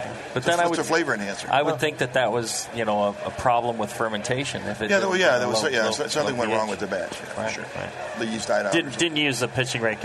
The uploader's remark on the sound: Broadcast live from the National Homebrewers Conference in San Diego.